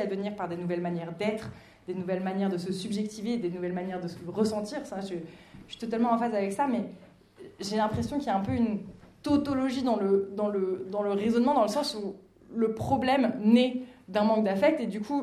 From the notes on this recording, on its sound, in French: Enregistrement d'une session lors des rencontres d'écologie anticapitaliste "La mer monte", du 6 au 9 avril 2023 à Marseille.